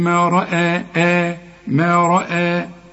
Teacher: والراء هي المفخمة، والهمزة همزات القرآن كلها مرققة